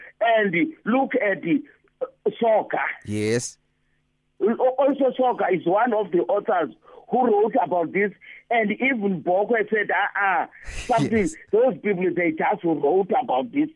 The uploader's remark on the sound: Guest on the phone